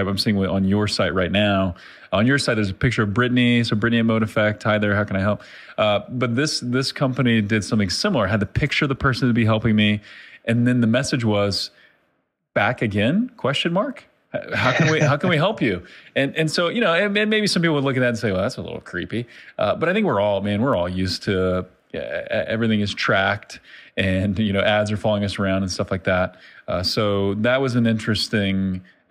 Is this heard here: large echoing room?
no